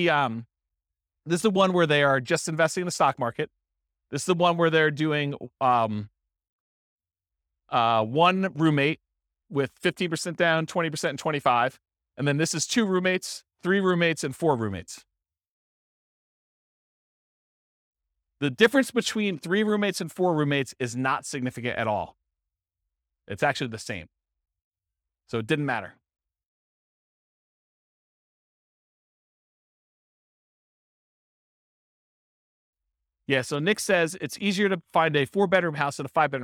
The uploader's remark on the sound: This was a live class recorded